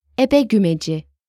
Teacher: E is the front unrounded and low vowel. It's written and sounds like the vowels in expect.